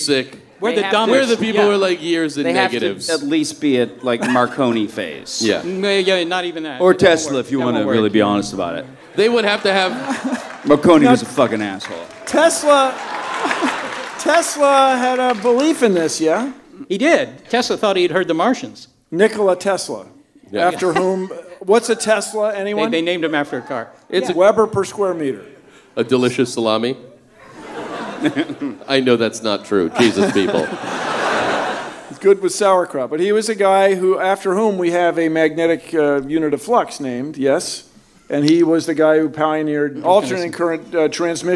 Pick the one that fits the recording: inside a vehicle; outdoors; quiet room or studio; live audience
live audience